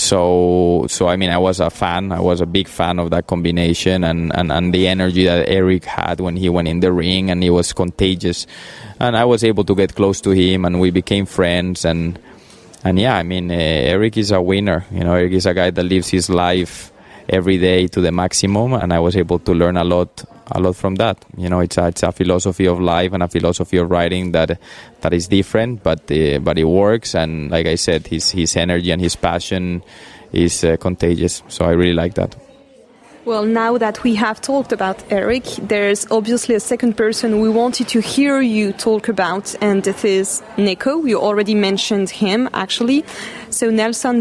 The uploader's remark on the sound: This episode was recorded in July, during Chantilly Rolex 5* show.